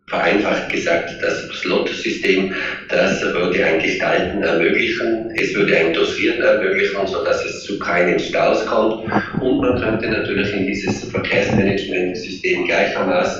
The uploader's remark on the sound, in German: Live aus Brüssel. Schlechte Tonqualität.